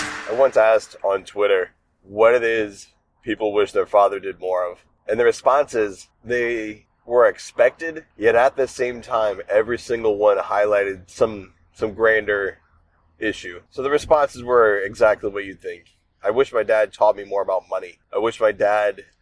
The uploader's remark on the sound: In this episode I recorded some thoughts I had while driving home